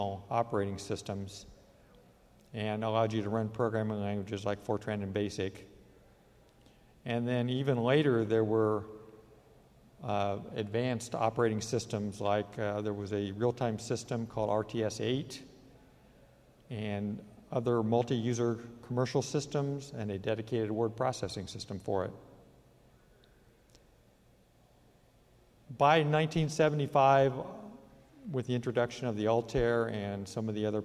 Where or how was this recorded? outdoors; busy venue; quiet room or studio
busy venue